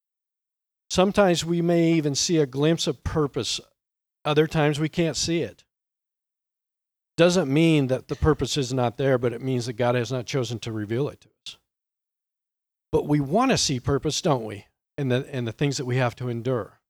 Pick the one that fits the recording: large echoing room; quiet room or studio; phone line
large echoing room